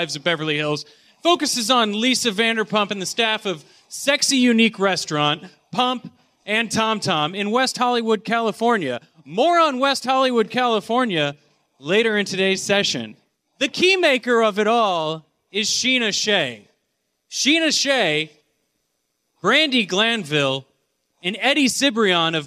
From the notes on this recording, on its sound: Live at The Last Bug Con! Exclusive audio from his panel "A Pump in the Matrix."